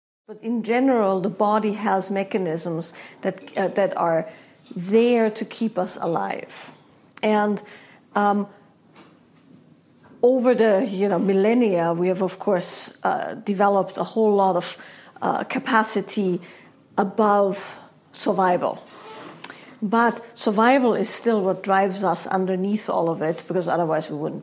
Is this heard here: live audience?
yes